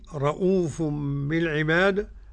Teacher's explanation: قرأ رؤوف مد بدل عند ورش